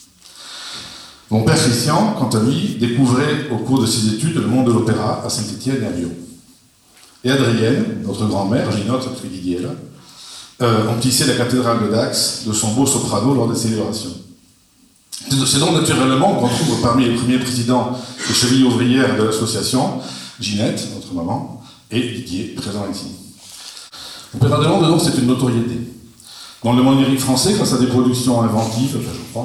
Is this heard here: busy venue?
yes